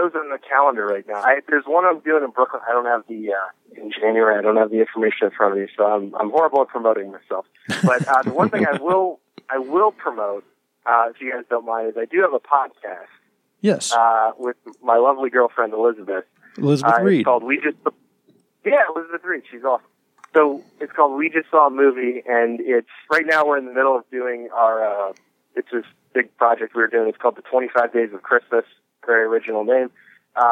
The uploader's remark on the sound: Tonight we brave the bitter temperatures. A call in from comedian.